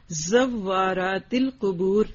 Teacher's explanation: یہ جو لفظ ہے نا زوارات، اگر آپ زف پڑھ دیں گے نا تو معنی بدل جائے گا. واو کی تشدید ضرور پڑھنی ہے